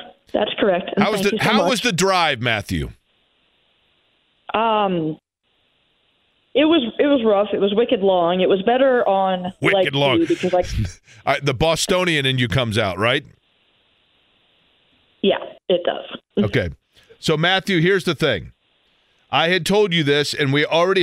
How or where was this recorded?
phone line